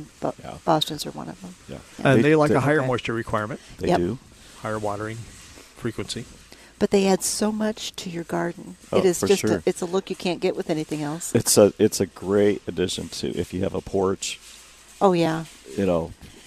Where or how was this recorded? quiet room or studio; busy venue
busy venue